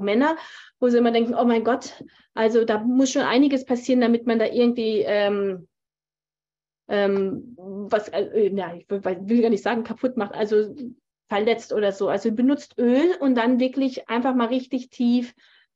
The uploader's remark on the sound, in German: auf Basis eines aufgezeichneten live Zoom Call